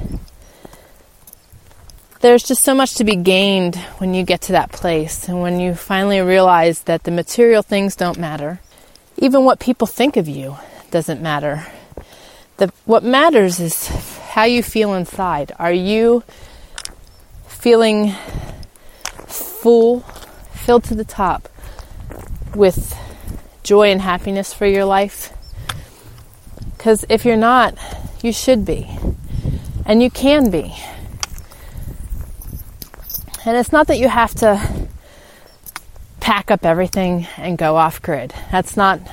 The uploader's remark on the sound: In today’s show I take you on a spring walk and talk with you